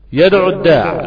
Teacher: هي عين مضمومة وليست عين بعدها واو